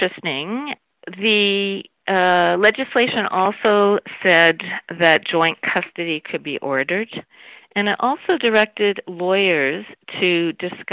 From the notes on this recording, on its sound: I spoke with her over the phone from her home in Vancouver.